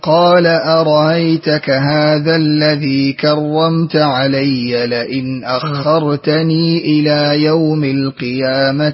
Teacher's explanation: سهلت الهمزة الثانية بين في قوله رأيتك، وأثبتت الياء وصلا مع قصر المنفصل